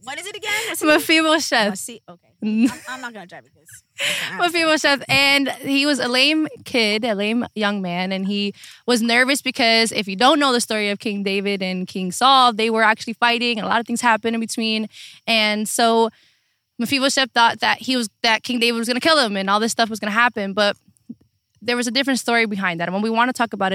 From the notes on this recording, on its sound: Sit outside in their makeshift table.